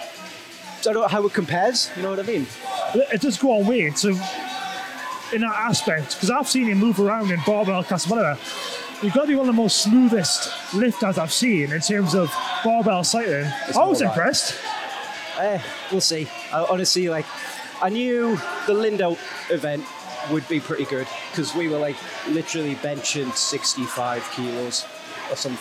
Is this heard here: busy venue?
yes